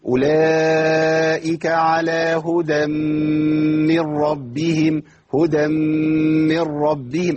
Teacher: أضغمنا التنوين في الميم، دخل جوه الميم، بقت ميم مشددة